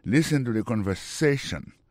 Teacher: Mot conversation, accent tombé sous avant-dernier syllabe là